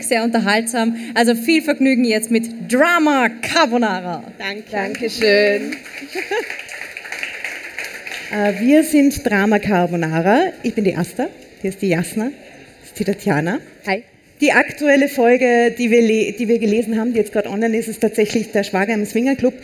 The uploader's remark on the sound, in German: Live-Special vom Ö3-Podcastfestival